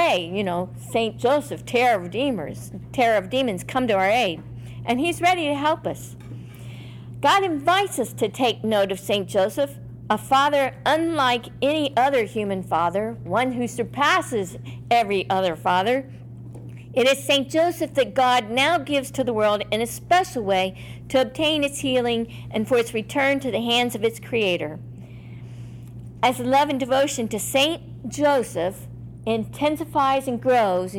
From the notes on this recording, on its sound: In this “live” presentation given to the Secular Order of Discalced Carmelites in Dayton, OH at their general meeting.